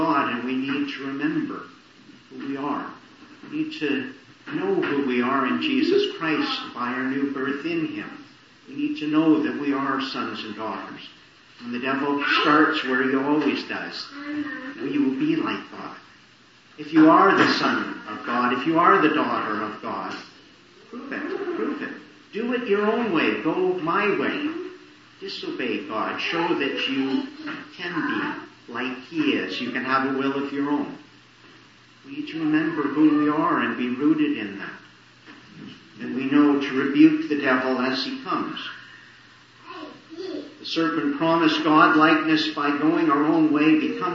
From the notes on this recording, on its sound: Morning Service. Preached in the Annunciation of the Blessed Virgin Mary, Ottawa. Poor sound quality.